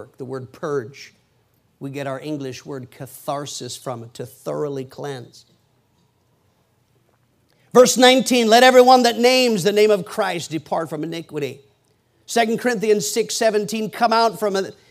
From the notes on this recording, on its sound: PREACHED IN MCMINNVILLE FRIDAY PM 2011.